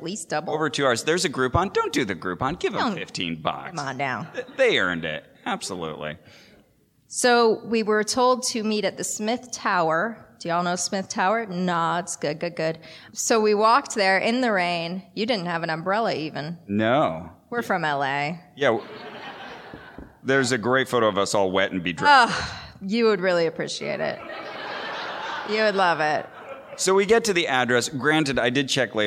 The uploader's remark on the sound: Live with a wonderful audience at PodCon in Seattle